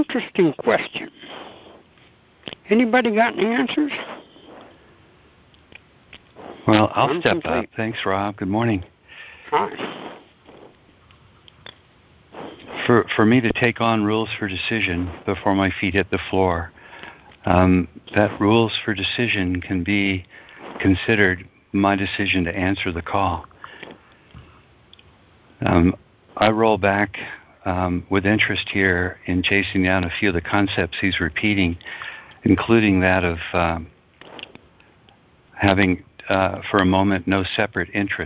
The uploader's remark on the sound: ACIM Daily TEXT Conference Call